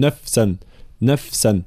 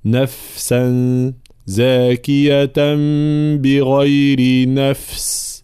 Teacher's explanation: نفس الملاحظة في حرف الفاء في صفة الرخاوة، أقتلت نفسا، نفسا لا أعطيها نوع من الشدة، لا نقول نفسا نفسا، لا هناك معناها جريان صوت في الفاء لأنها من حروف الرخاوة · Shown in: second take